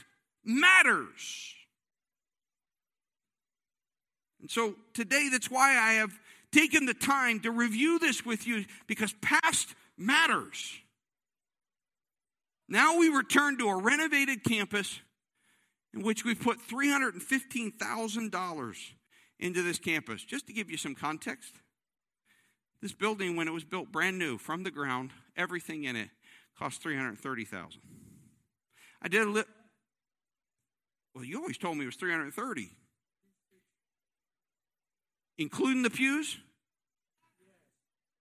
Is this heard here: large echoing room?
yes